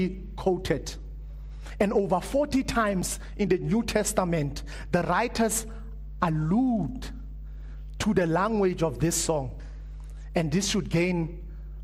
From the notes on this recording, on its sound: Preached at Living Stone Bible Church